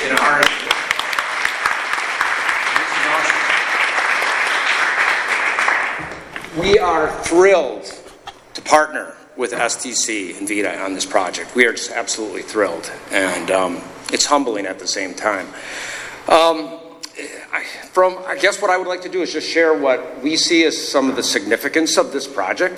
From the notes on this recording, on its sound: remarks from the podium at the ceremony